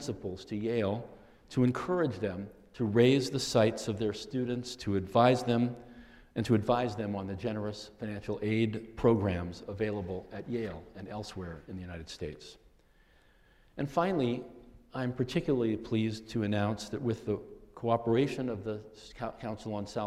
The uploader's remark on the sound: The Chubb Lecture 2012